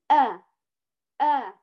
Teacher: الخطأ الثالث، من يفخم الهمزة فيقول أعوذ أعوذ، هي لا هي أ ولا هي إي ولا هي أعو، إذا لا هي ممالة ولا هي ممدودة ولا هي بمفخمة. هذه الهمزة مرققة تأخذ حركة واحدة وقائمة، ليست بمائلة، لا تقليل ولا إمالة صغرى